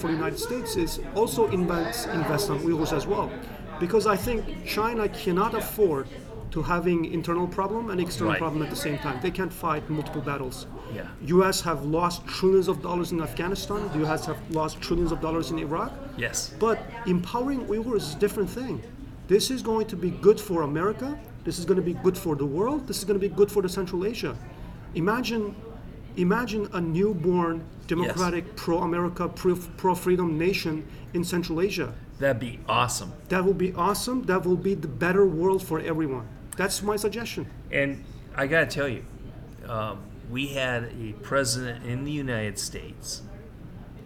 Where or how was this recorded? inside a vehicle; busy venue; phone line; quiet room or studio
busy venue